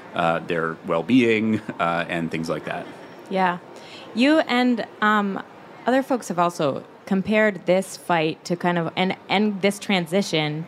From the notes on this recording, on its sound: Climate Activism at SXSW. Recorded live on stage during the festival this March.